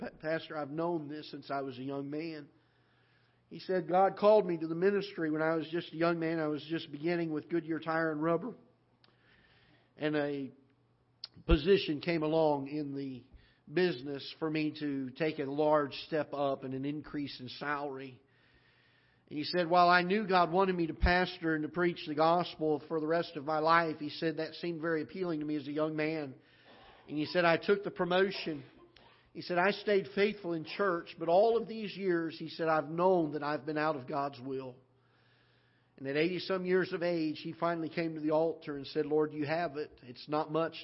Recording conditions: large echoing room